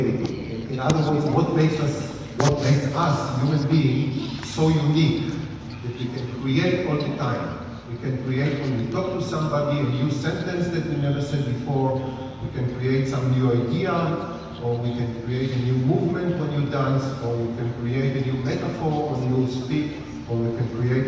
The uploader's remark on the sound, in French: Conférence "Art & Cerveau" à Nice. Diffusion de quelques extraits de la conférence "Art & Cerveau" organisée par l'UHJ France.